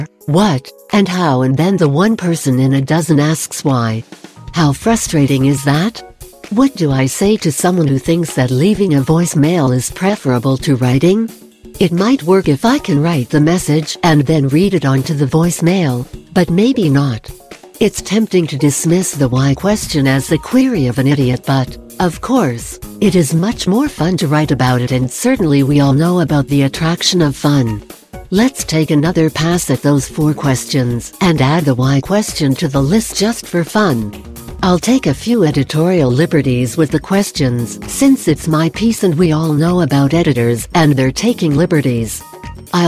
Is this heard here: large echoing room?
no